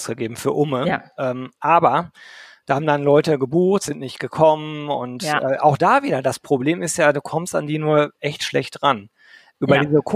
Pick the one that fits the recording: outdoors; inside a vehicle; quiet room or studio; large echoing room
quiet room or studio